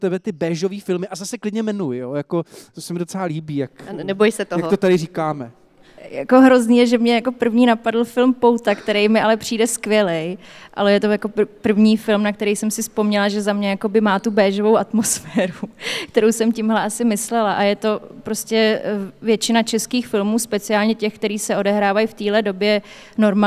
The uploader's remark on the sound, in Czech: Kulturák se poprvé vydal před živé publikum. Na Letní filmové škole v Uherském Hradišti.